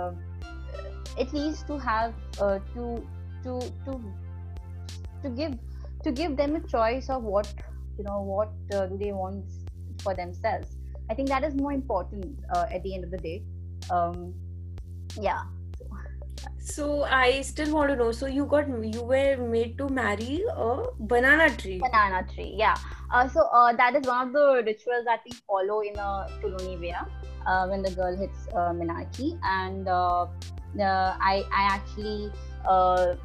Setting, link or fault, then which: link, video call